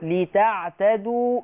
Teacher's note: لتعتدوا مد طبيعي حركتين